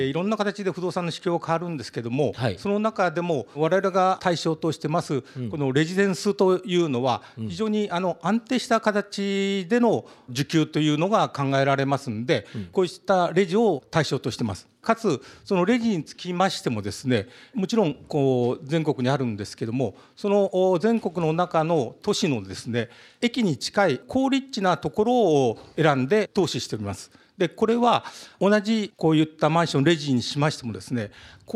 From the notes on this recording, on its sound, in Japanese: 2018年9月9日、東京のコングレスクエア日本橋で行われた「ラジオNIKKEI 相場の福の神 注目企業ＩＲセミナー」